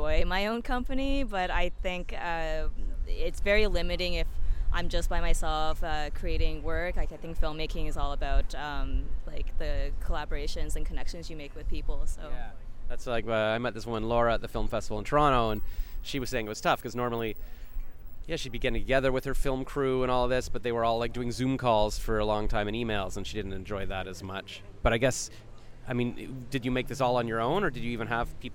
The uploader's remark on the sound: I interviewed her at Ottawa International Animation Festival on Sep 24, 2022.